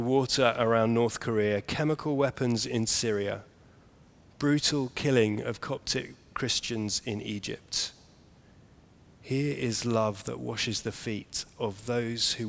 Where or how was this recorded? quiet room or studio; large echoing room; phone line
large echoing room